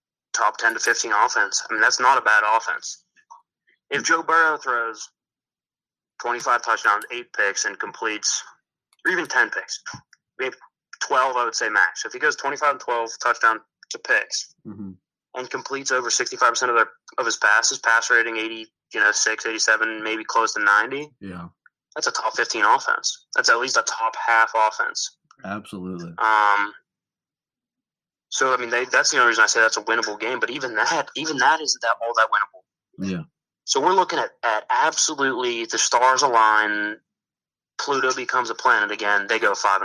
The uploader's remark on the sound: over the phone